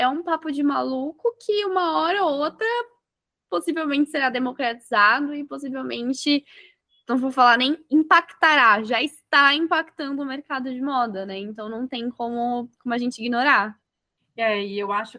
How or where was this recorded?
video call